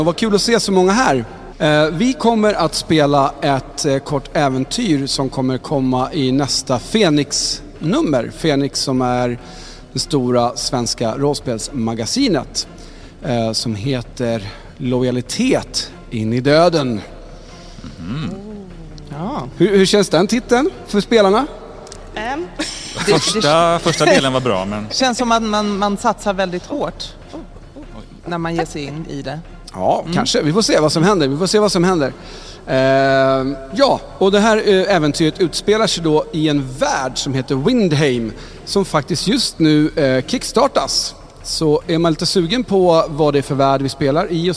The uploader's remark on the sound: Drakar och Demoner live in Visby 2023. This liveshow was recorded during Medieval week in Visby, Gotland in august of 2023.